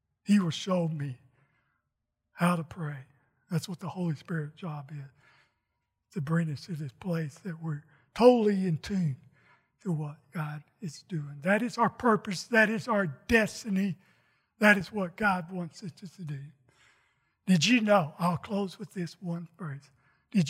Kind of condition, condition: setting, large echoing room